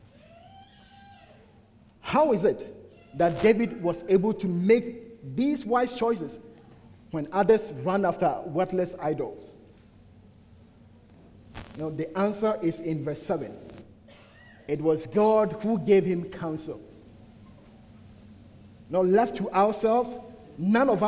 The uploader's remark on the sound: at the United Christian Church of Dubai